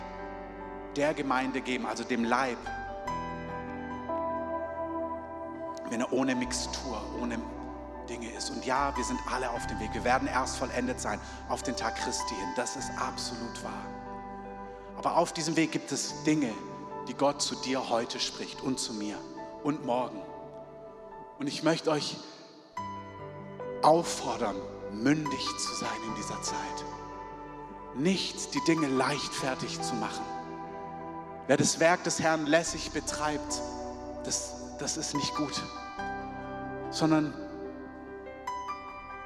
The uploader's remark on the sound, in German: Das ist ein Teil der Abschlussveranstaltung von “GOTTES HERZ TREFFEN BERLIN 2020 –TOGETHER TOGETHER” von der ELIA-Bewegung.